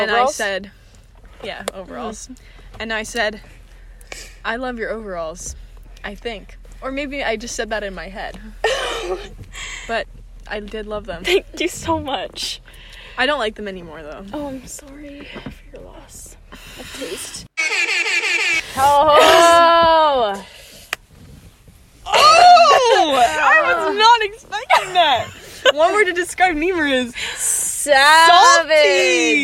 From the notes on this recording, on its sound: After a celebratory dinner we sit in the car.